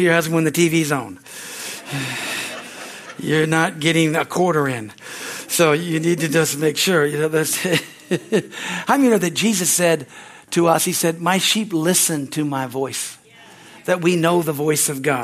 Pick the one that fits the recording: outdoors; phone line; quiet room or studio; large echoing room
large echoing room